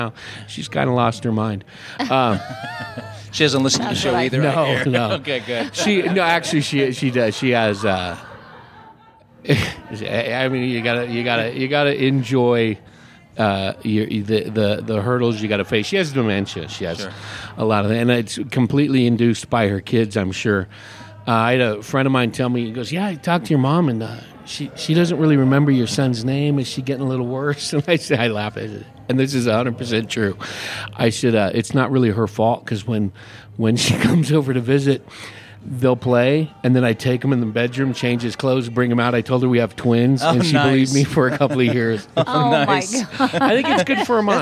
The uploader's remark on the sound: Recorded at The Back Alley Wine Bar on…behind Prescott’s Whiskey Row. Recorded at The Back Alley Wine Bar on…behind Prescott’s Whiskey Row.